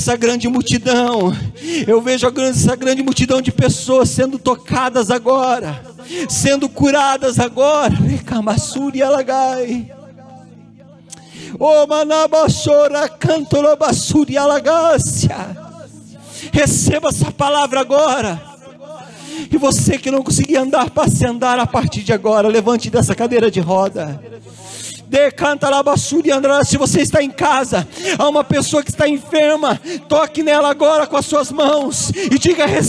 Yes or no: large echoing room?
yes